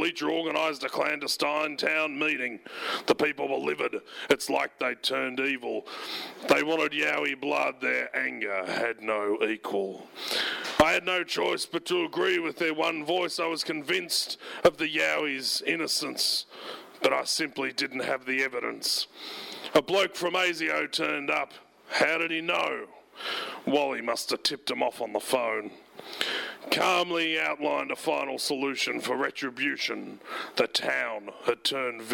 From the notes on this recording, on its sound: This archival recording is from a performance at The Dan O'Connell Hotel.